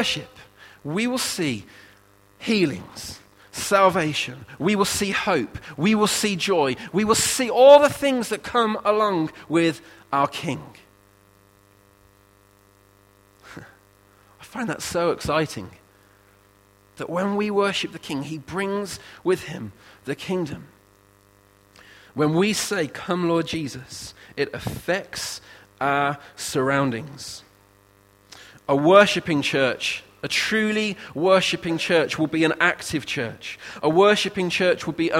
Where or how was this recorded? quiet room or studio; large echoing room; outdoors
large echoing room